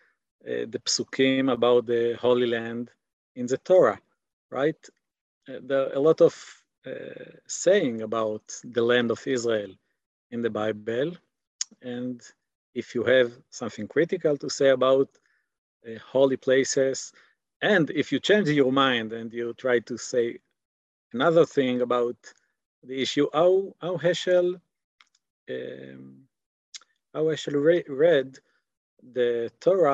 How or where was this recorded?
video call